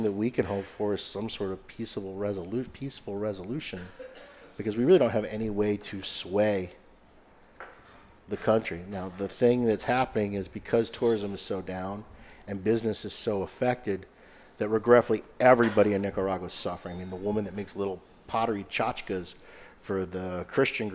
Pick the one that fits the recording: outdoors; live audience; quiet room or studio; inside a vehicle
live audience